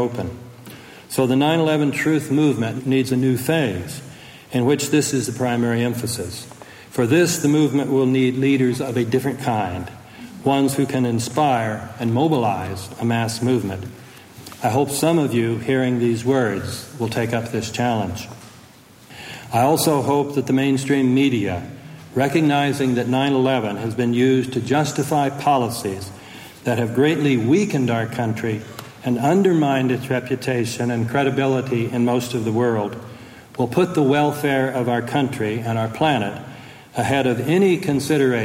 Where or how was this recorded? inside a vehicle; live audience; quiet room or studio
live audience